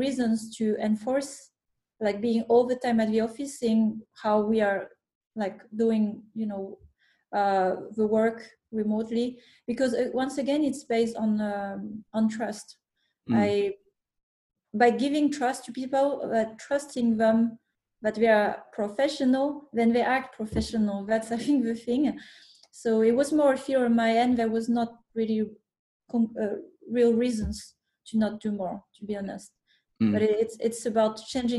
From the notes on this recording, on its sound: The recording from a webinar that we here at Elite Game Developers organized in May of 2020.